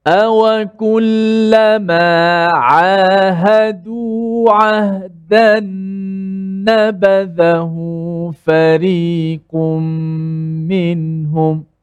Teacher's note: Bila kita slow kan jatuhkan suara kita, kita nak tekankan huruf ain selepas tu dia lebih nampak jelas huruf ain.